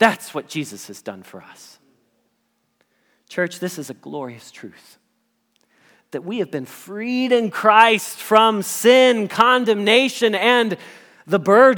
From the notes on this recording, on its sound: Message Preached at Valley Creek Church